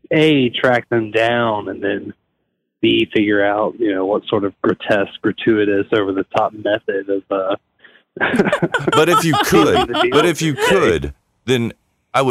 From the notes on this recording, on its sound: Are back in the smoker taking your calls live!